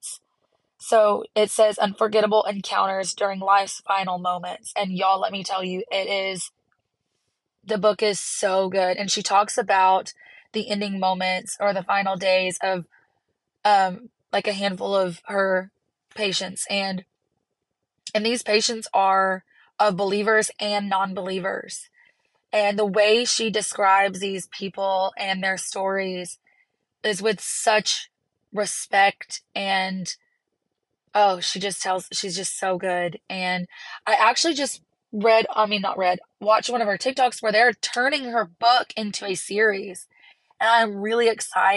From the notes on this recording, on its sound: chats from the car loop